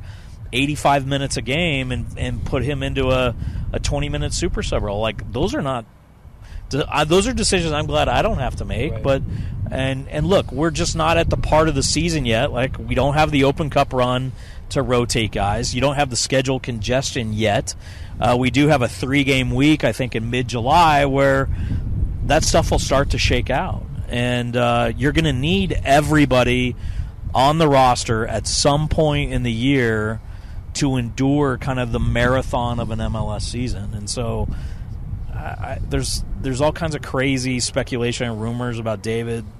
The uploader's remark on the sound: live at Rio Tinto stadium